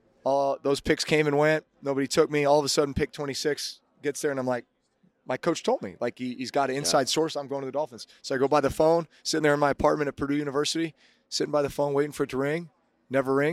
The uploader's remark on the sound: Live From Super Bowl LVIII